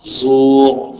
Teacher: لفظ زور کا را اگر آپ اسٹاپ کریں گے تو ہیوی ساؤنڈ سے پڑھا جائے گا · Term: را کی تفخیم